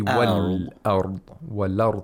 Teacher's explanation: The glottal stop. We ignore the glottal stop.